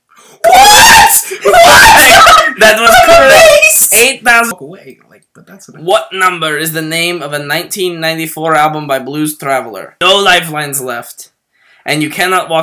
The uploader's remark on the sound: There are some known and unfixable audio errors